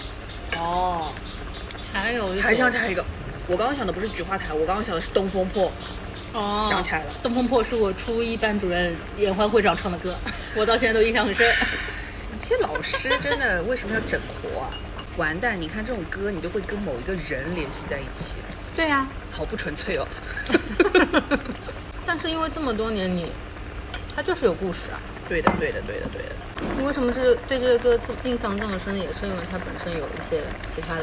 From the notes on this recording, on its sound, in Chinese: 本期节目在火锅店录制，手机就放在了火锅旁边，可能会听得一耳朵油，先说抱歉。鼎王无老锅。